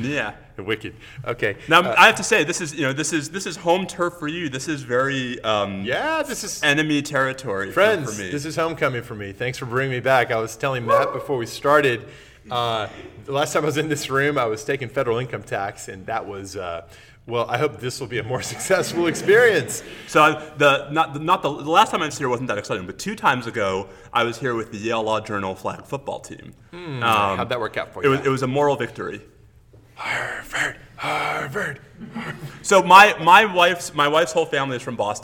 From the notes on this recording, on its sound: We recorded today before a live audience in Austin! Austin Hall, that is, on the campus of Harvard Law School!